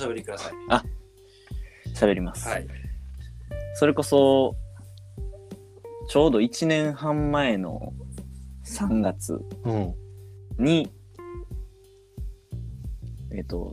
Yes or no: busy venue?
no